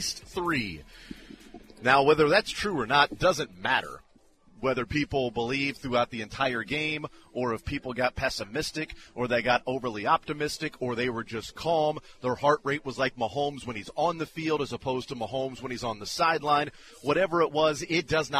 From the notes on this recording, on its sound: Monday Morning Super Bowl championship press conference live from Las Vegas